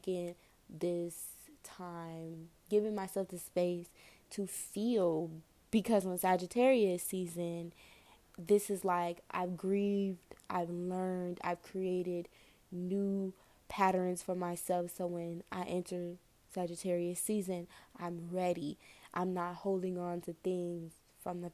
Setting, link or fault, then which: fault, background noise